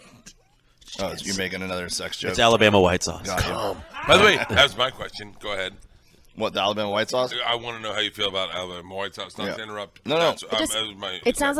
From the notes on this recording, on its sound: live from the legendary Comedy Cellar in NYC’s Greenwich Village